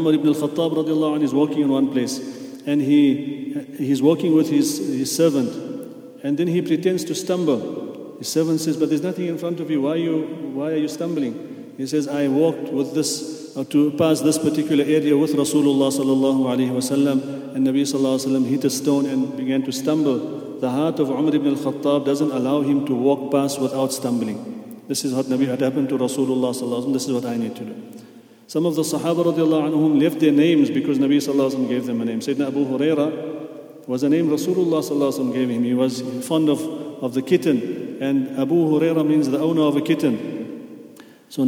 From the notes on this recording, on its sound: at the Houghton Masjid (West Street)